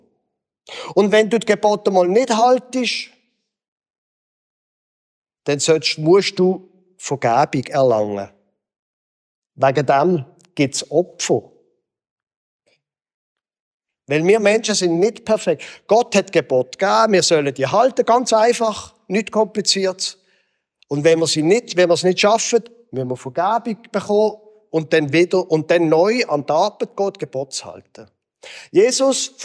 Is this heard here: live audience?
yes